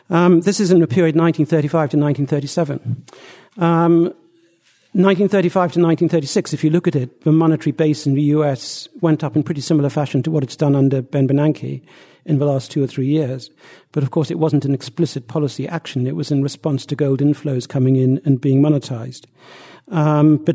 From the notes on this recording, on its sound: Presented at the Austrian Economics Research Conference. At the Ludwig von Mises Institute.